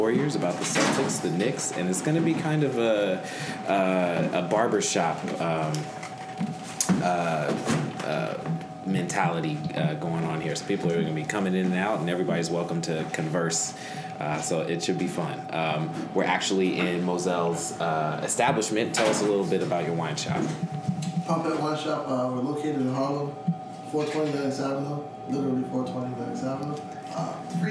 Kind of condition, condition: setting, busy venue